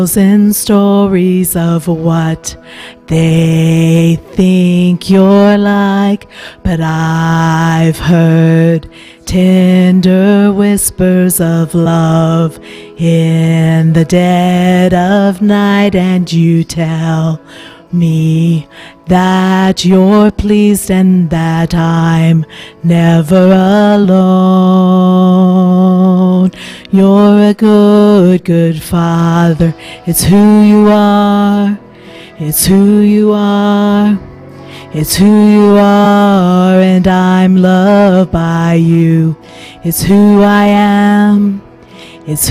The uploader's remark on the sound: Mt. Zion Church Live!